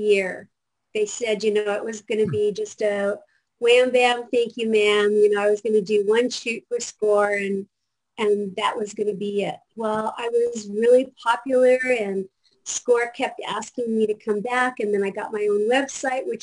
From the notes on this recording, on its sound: before we start the Zoom Show